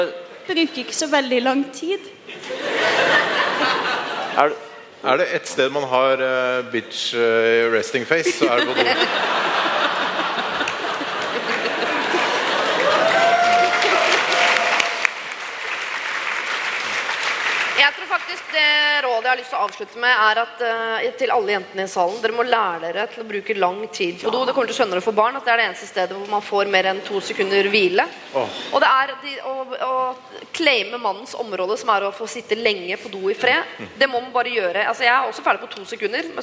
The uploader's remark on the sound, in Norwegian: Bonuspodcast: Live fra Ås